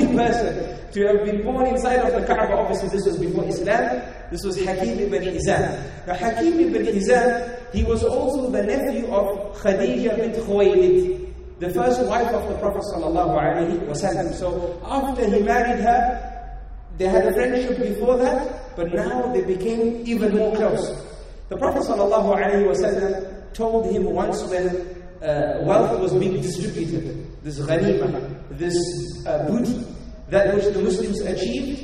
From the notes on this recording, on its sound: Talk delivered it the Zayed Bin Muhammed Winter Family Gathering in Dubai in January 2018. Talk delivered it the Zayed Bin Muhammed Winter Family Gathering in Dubai.